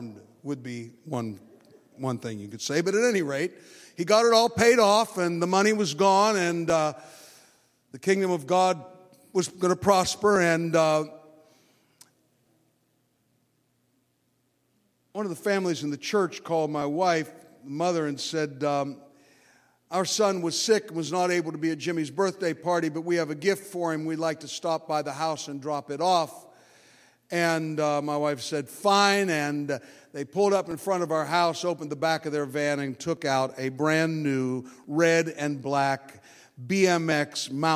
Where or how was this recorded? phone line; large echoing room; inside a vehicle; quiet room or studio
large echoing room